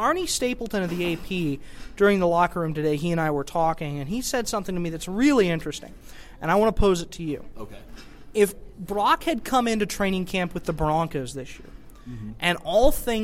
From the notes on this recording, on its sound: come to you live from the bowels of the Pepsi Center